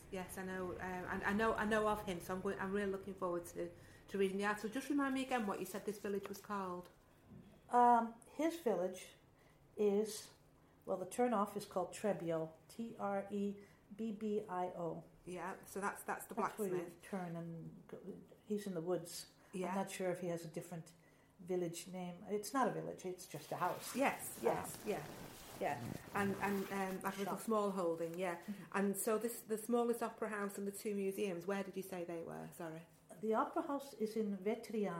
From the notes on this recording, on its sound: I particularly enjoyed recording this episode which took place in the Grapevine office, as you can hear the authentic sounds of Lucca in the background.